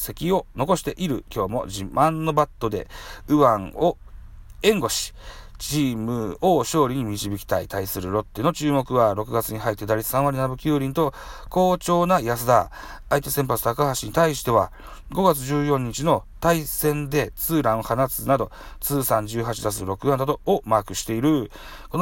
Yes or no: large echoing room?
no